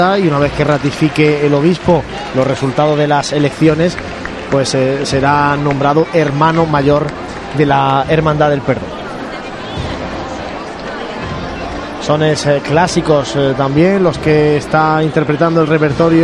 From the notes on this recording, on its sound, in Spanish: Jesús del Perdón, cubierto con plástico, mediada Bernabé Soriano con público ocupando las calles.